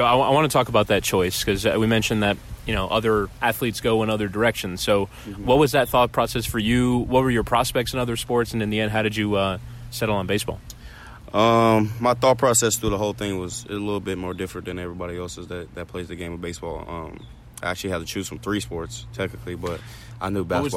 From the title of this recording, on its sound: Live From Spring Training